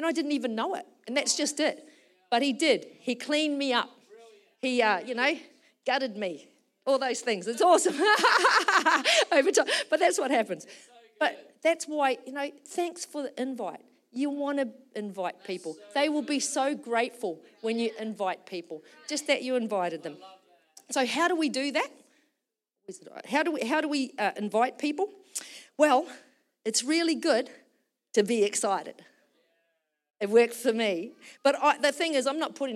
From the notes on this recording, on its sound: Recorded during our Melbourne East service on Sunday, the 3rd of December 2023.